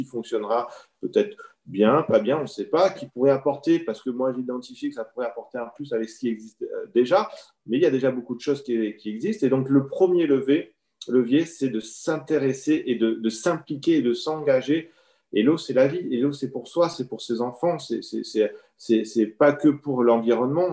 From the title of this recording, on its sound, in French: 15 janvier 2021 en visio